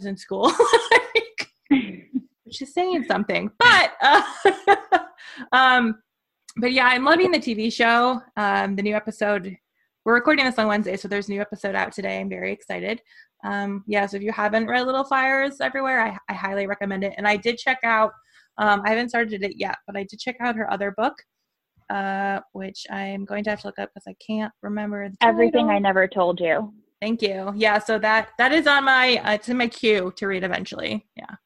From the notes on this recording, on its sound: Onboard to round out the Zoom crew. Several kitties, puppies, and a baby.